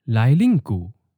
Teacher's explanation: Lai is in the ninth tone, lin is in the second tone, high falling, and gu is in the third tone, low falling.